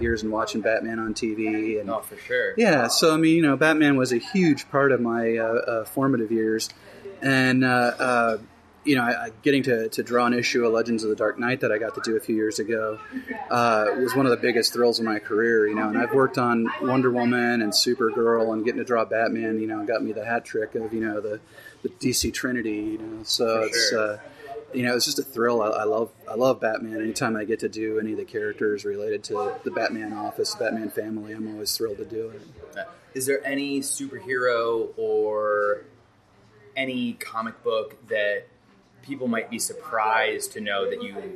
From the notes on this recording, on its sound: A special podcast recorded Saturday at the Perky Nerd Comic &amp; Coffee Shop in Burbank. Here is a special podcast recorded Saturday at the Perky Nerd Comic & Coffee Shop in Burbank.